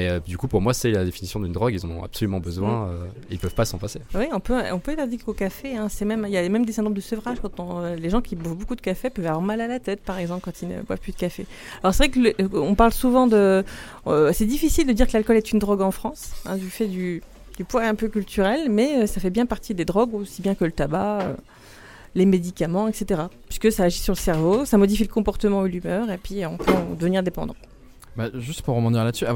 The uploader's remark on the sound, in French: Retrouvez un nouvel épisode enregistré dans les locaux du bar associatif étudiant "Phi Sciences" situé sur le campus de Vandoeuvre les Nancy.